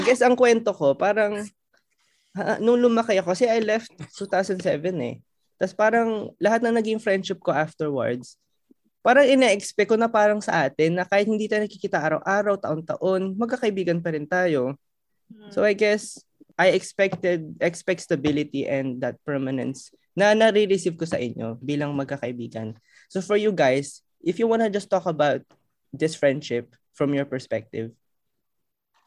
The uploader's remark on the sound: In our debut and first ever Zoom call